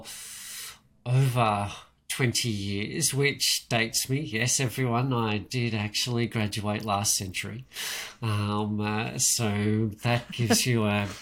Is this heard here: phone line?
no